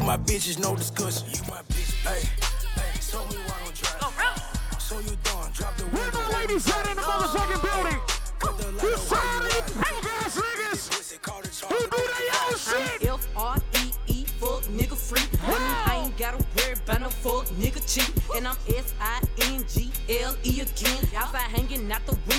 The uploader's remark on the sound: Live Audio of Rock The Boat Pittsburgh.